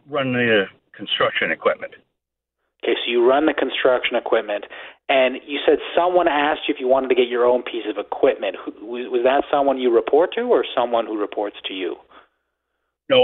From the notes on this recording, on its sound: answer these questions as well as your phone calls